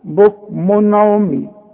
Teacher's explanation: إذا جه تنوين زي ده بكمن وبعده عين يبقى ما غنش